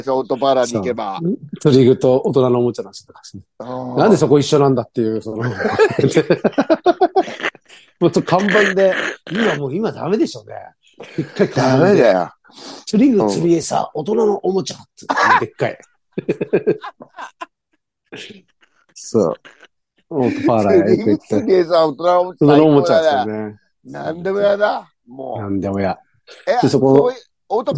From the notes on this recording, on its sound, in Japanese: ZOOMで収録